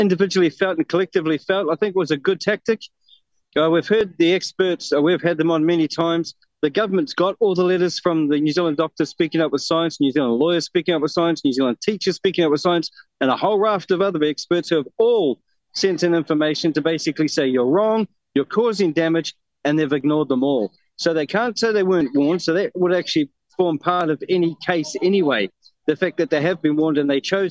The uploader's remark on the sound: Live Stream Replay from the Steps of New Zealand Parliament